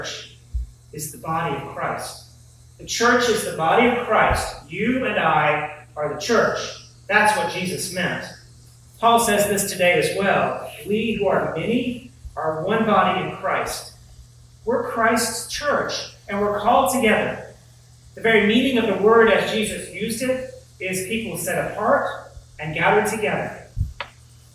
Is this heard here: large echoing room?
yes